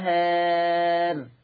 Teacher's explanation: فيترتب على تقليل الالف ترقيق الراء، ولذلك قلت الالف مقلله قولا واحدا مع مراعاه ترقيق الراء.